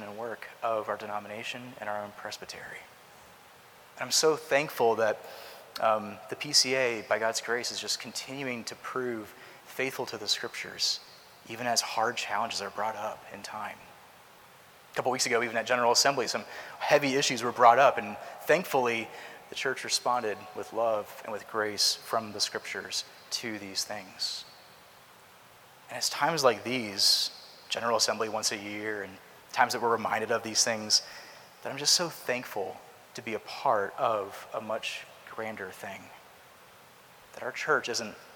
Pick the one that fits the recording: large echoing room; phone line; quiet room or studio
large echoing room